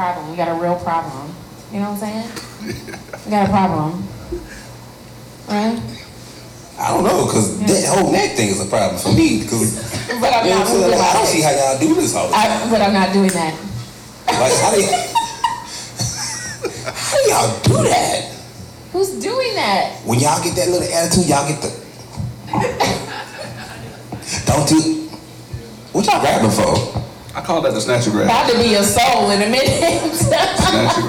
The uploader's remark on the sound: This recording is from our mask party